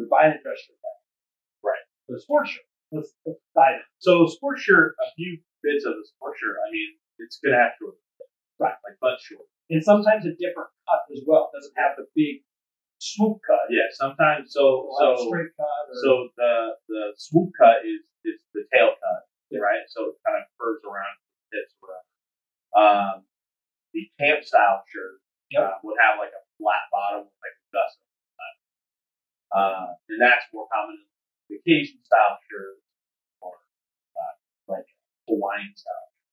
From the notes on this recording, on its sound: Wanky Audio. We had some unfortunate audio issues. Apologies for blowing out your eardrums.